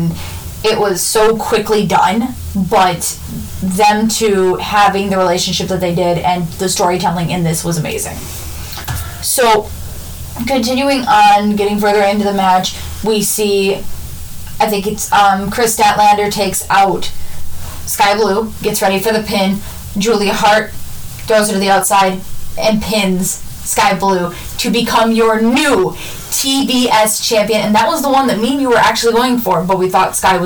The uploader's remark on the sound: Headphone warning as we are still fixing the kinks